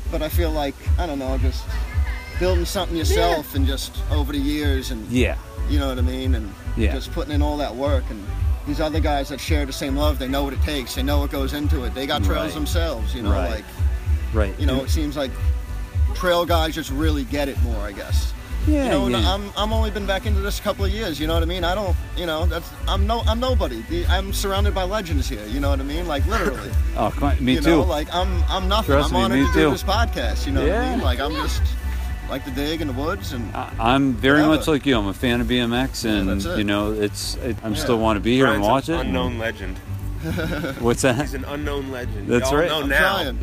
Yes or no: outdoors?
yes